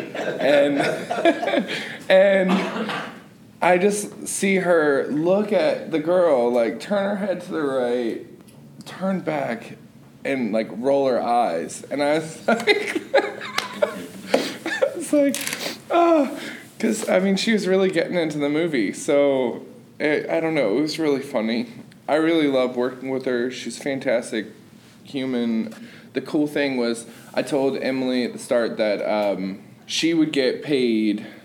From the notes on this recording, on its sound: These are real stories, told live.